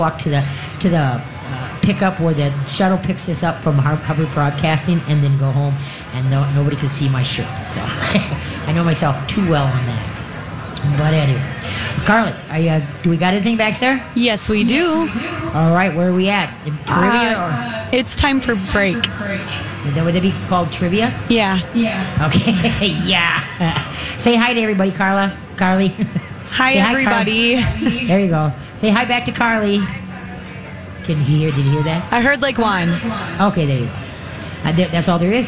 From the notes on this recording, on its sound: LIVE from the Great MN Get Together!